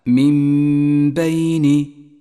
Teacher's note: هذه الميم تحتاج إلى غنة زمنها حركتان